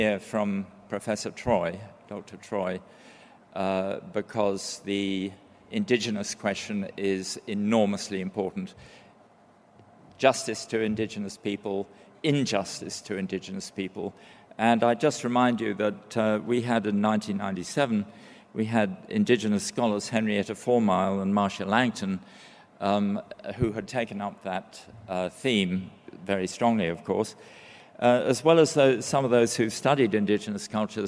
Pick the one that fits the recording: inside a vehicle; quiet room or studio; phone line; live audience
live audience